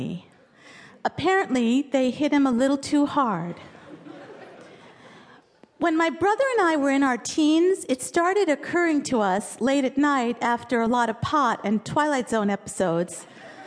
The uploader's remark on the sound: Format: Original Recording. This piece was recorded at Un-Cabaret's series "Say the Word", featuring great comedy writers reading their own original first-person nonfiction at the Skirball Cultural Center in Los Angeles.